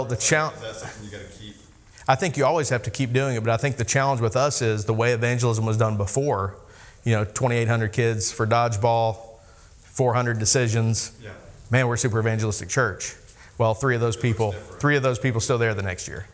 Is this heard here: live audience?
yes